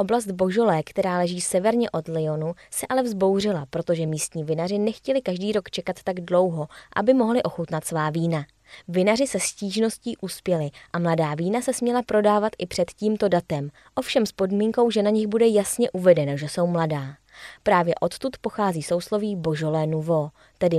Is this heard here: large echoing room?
no